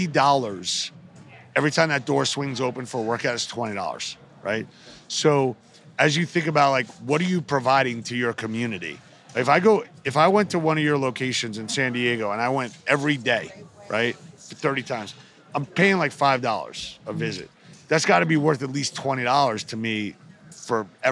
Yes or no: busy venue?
yes